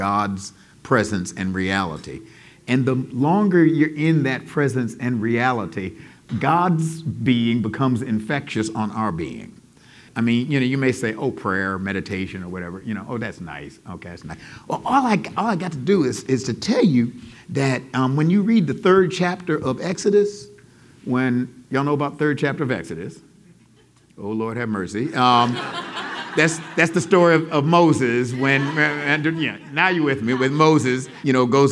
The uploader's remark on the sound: In this final podcast episode from our live show at Rooted in Jesus in Atlanta. Answers questions from our audience.